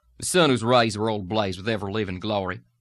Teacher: West Texas, you get not much intonation, although you're still hearing the basic pattern · Term: pulled back Texas sound